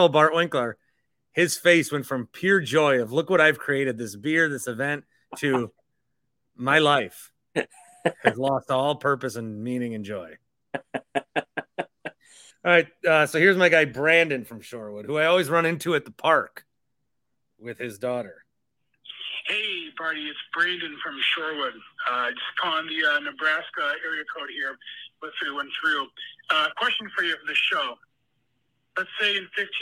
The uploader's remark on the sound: We take some live calls and react to some voicemails